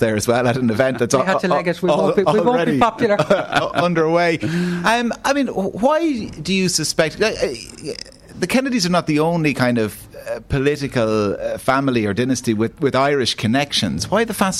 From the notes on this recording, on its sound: The Hard Shoulder was LIVE from the Dunbrody Visitor Centre in New Ross for the Kennedy Summer School.